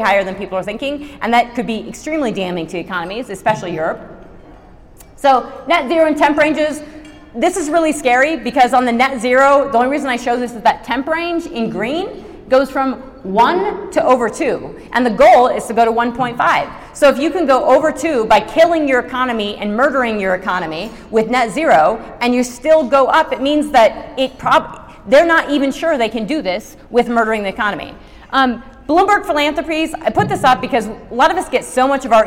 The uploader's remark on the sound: This talk and presentation was the keynote speech. To the Rocky Mountain GPA conference in Denver, Colorado.